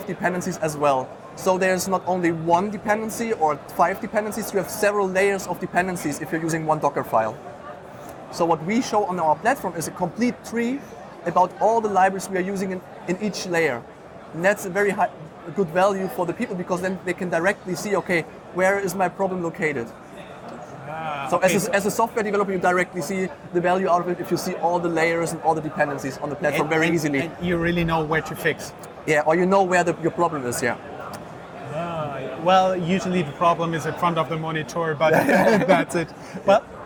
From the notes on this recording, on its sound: The video interview was recorded at the booth of Frankfurt Forward at Entrepreneur University in Wiesbaden, Germany.